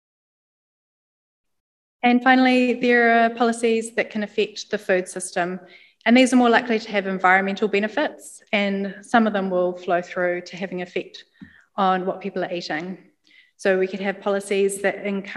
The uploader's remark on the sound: Lecture at the recent Evidence Based Eating NZ event. Hosted in Wellington, and online.